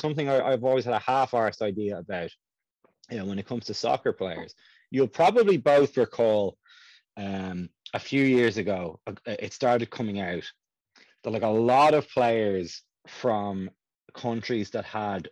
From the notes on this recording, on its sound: Lots of mic problems this week. Thanks to Sentinel Audio for giving us a home.